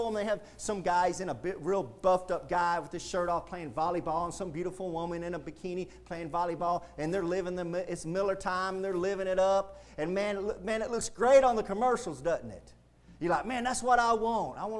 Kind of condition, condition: setting, large echoing room